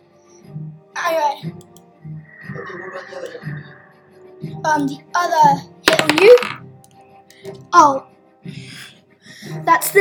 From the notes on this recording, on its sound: Sorry if the audio is a bit naff it's the best we have.